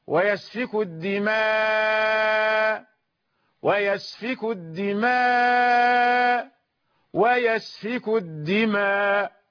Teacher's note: عندما يقرأ حمزة لا ينطق الهمزة